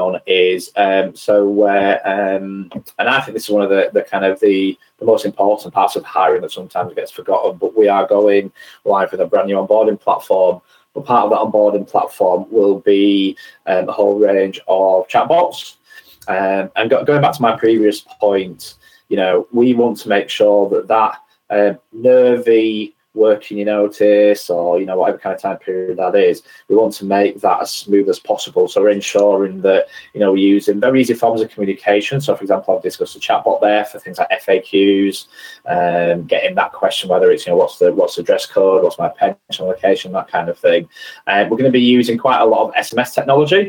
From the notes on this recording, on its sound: I hosted a webinar organised by Attrax. I'm delighted to be able to bring you the live audio recording we made of the webinar.